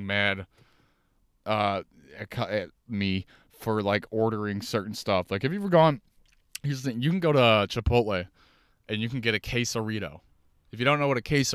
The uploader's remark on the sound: Hey i talk on and on from my car.